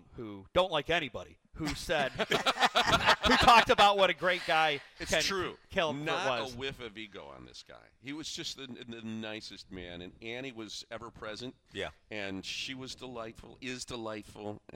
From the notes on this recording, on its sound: Live from StartUp Nation in downtown Birmingham.